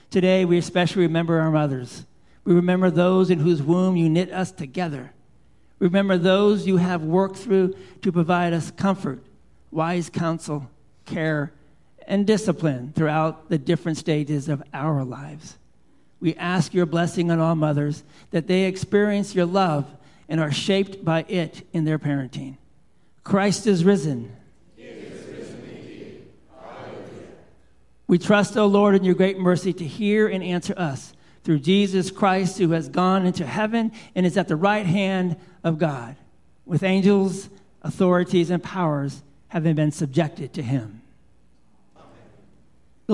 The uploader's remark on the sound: Live Worship Service